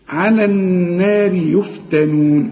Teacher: عند الوقف على الراء نفخم الراء، لكن عند الوصل مكسورة